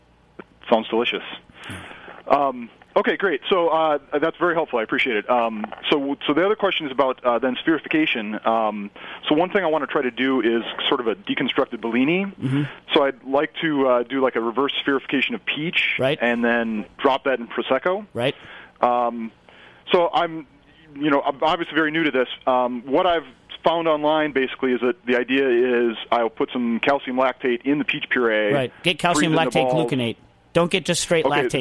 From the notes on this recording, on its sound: Is in the comforts of Southern California. Does join by phone.